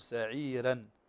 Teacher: مد عوض فيمد بمقدار حركتين